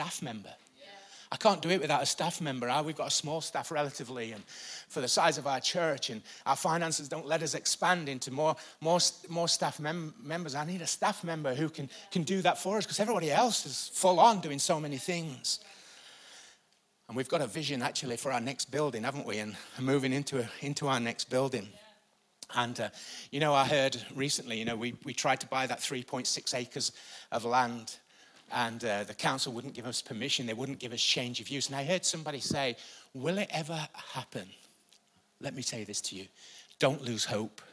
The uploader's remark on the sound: Recorded live at the Chesterfield Campus this is the message from the morning service on the 1st September 19